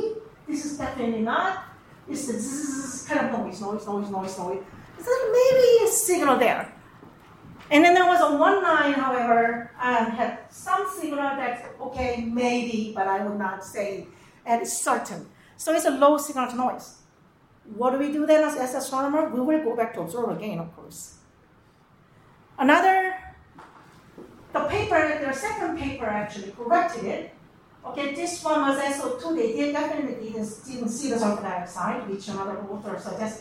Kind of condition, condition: setting, live audience